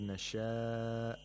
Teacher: In the word nasha'. We have maddul muttasil, which should be lengthened to four or five vowel counts.